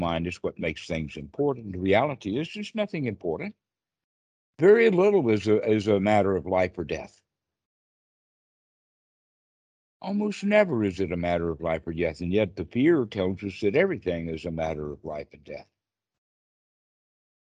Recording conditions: video call